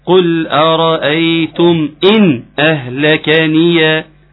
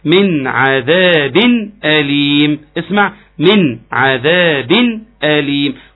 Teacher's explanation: قاعد اديك نونات قويه مظهره · Term: اظهار حقيقي